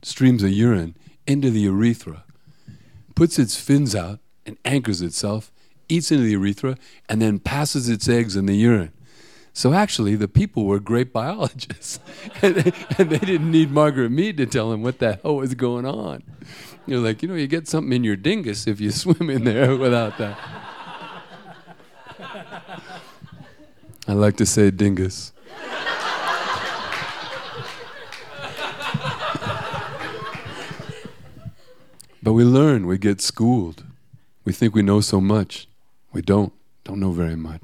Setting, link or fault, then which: setting, live audience